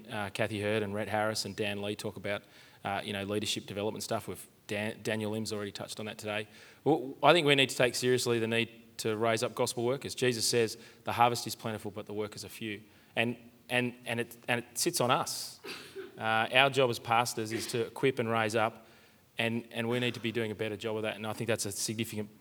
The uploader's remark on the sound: Live from Multiply and Reach Australia